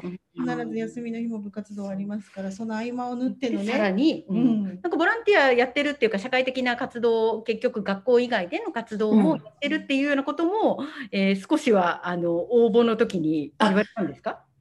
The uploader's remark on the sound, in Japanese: Zoomでお話を聞きました